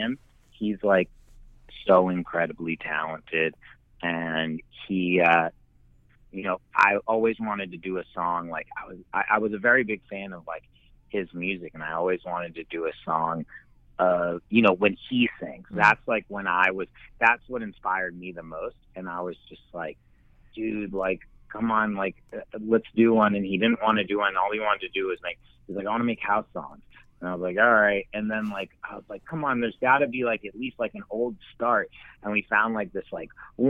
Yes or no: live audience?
no